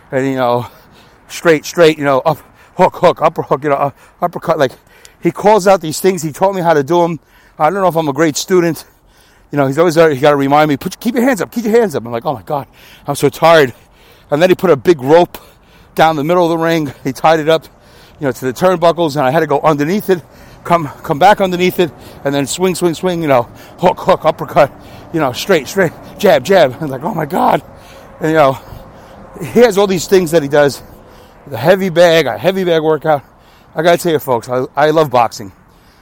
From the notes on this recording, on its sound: Walking and Talking. Talks while walking laps for most of the duration of the show, instead of recording during his commute.